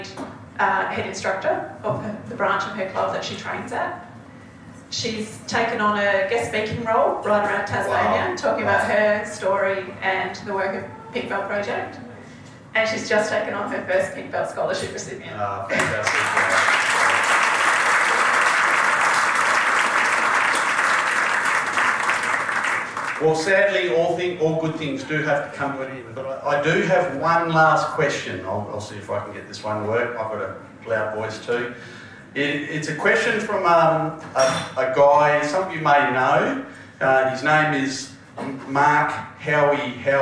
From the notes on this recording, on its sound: On the evening of day 1 of the Carnival, an event was held pitched simply as "Be Inspired", where players and officials from all the competing teams joined up for a meal. This episode of Out on the Paddock, is a live recording from this event.